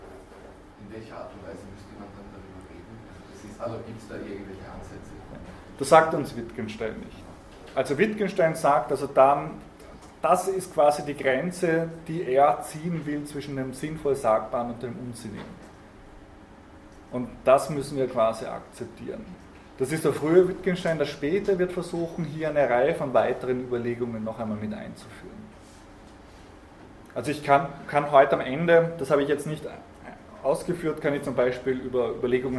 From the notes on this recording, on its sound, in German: Diese Vorlesung wurde von Studierenden aufgenommen